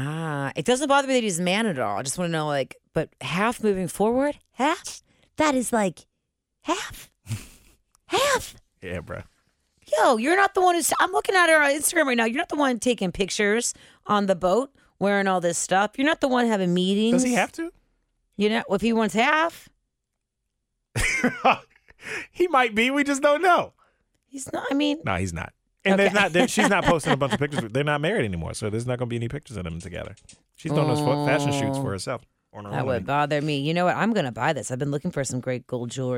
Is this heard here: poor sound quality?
no